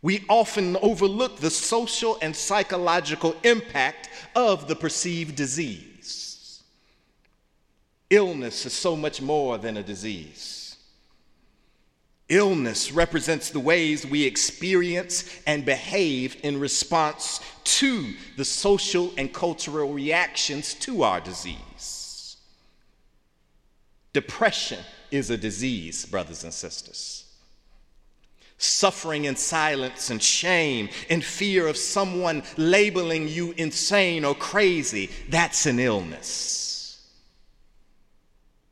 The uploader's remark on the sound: in the Memorial Church